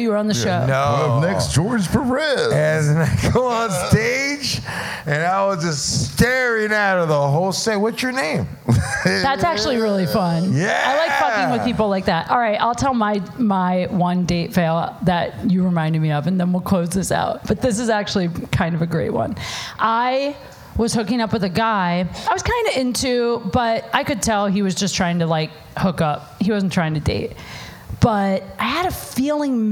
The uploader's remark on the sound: LIVE at Saint Rocke